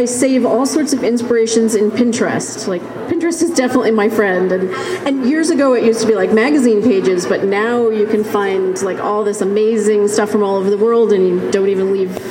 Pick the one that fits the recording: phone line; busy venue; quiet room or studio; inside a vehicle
busy venue